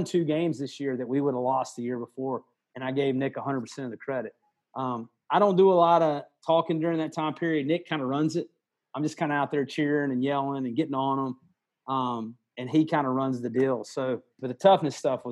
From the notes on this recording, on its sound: Sunday night Zoom call